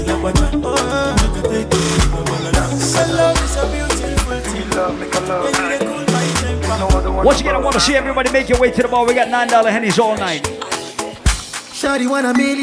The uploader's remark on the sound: Live audio recording of part of my set at Island Saturdays